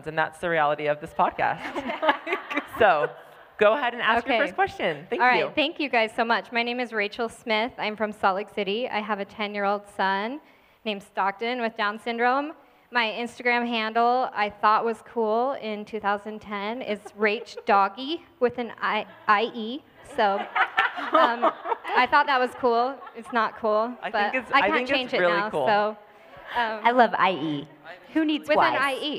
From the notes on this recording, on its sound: LIVE from Dear Mom, Conference Utah. Coming at you LIVE from Orem, Utah. Take the stage at Dear Mom Conference!